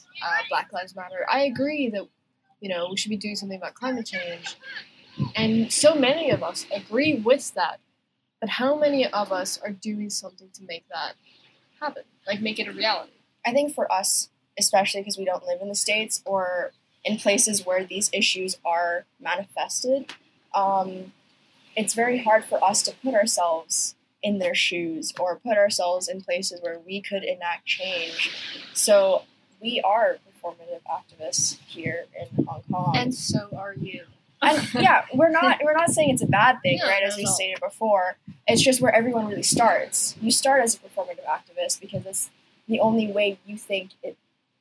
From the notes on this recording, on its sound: NOTE: Quality of audio for this episode is low due to technical difficulties.